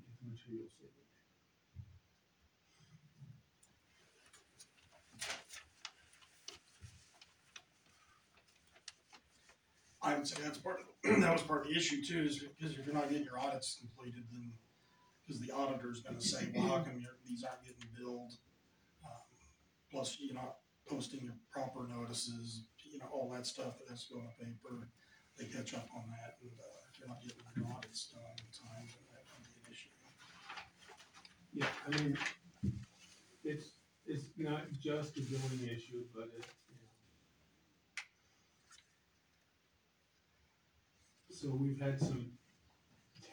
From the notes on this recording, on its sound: AUDIO - March 14, 2023 Sac City Council Meeting